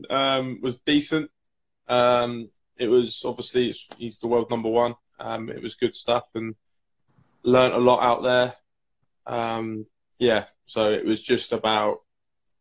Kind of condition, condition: link, video call